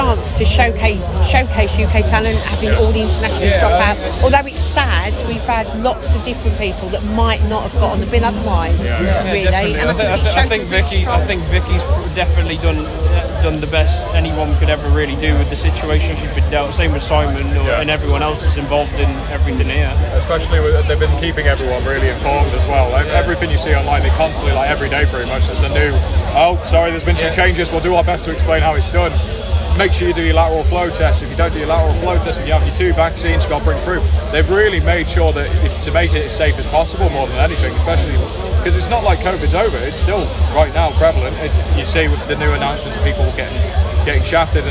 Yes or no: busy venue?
yes